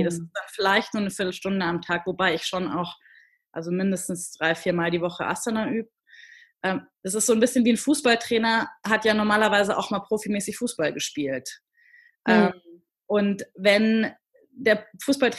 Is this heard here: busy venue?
no